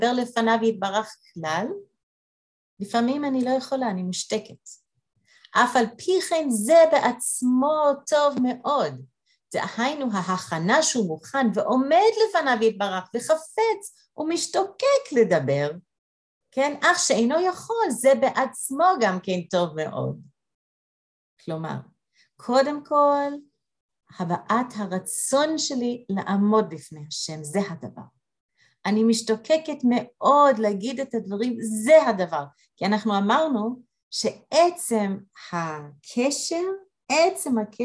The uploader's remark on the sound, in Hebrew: הקלטת מפגש זום של חבורת לימוד ועבודת ה' של נשים מאריאל והסביבה, במסגרת בית המדרש מתן שומרון.